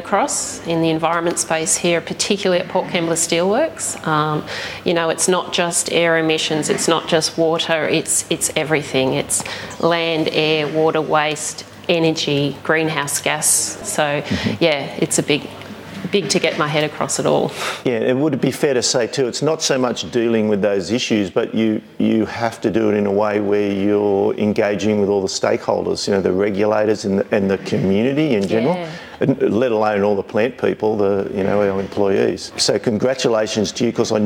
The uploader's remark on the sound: Serving as a wonderful background in the audio, you'll hear attendees socialising at the department's anniversary dinner, which was held at the Inside Industry Visitor Centre.